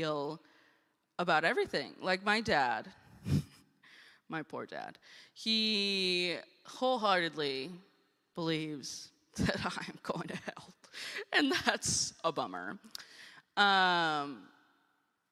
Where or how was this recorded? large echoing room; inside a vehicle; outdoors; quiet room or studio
large echoing room